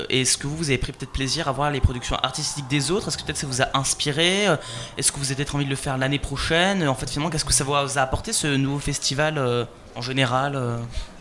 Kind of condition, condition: setting, busy venue